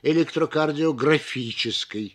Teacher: В последнем слове звучит даже два побочных ударения.